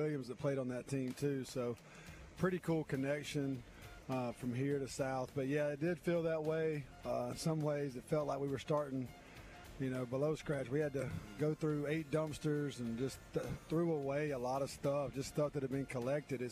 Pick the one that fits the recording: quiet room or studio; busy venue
busy venue